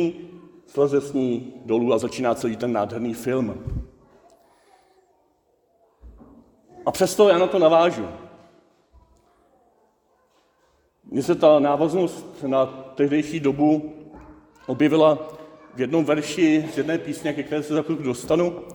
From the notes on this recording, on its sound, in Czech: ze závěrečné bohoslužby hudebního festivalu Holostok 2023